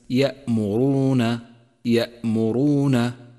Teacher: فخم الراء في كلمة يأمرون يأمرون لأنها مضمومة · Term: تفخيم